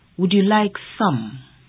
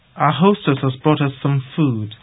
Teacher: In the second occurrence, the word some is stressed, and the vowel is made prominent · Shown in: first take